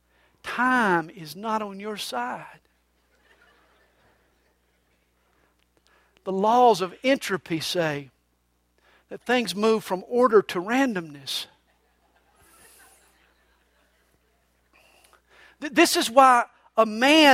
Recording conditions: large echoing room